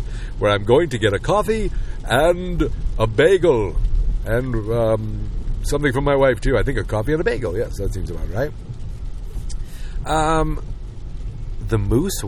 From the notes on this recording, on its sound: just me talking in my car on the way to get some breakfast